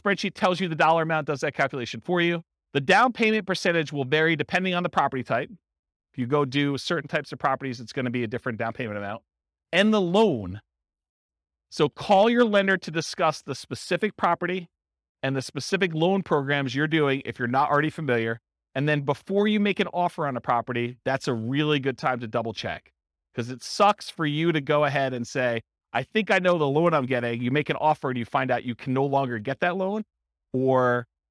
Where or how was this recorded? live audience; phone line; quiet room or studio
live audience